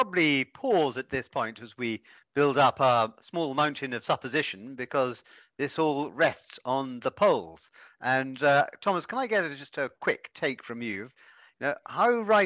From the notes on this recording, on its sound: a recording of one of our digital events